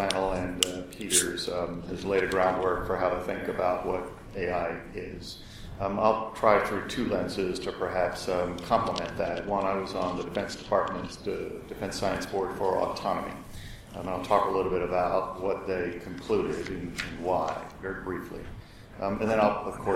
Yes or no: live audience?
yes